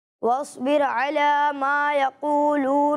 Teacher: سواد کو تو پر پڑھنا ہے، لیکن اس کے بعد با اور را دونوں باریک پڑھے جائیں گے